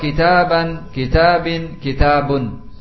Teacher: Seolah-olah dalam pengucapan kita ada nun yang mengikuti akhir isim. · Term: tanwin